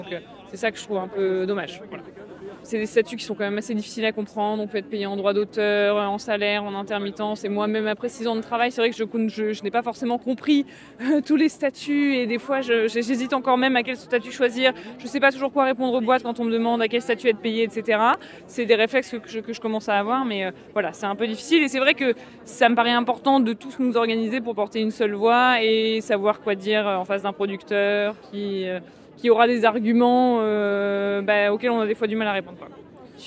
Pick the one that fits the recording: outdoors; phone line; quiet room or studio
outdoors